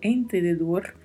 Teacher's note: Temos esse R vibrato aí ao final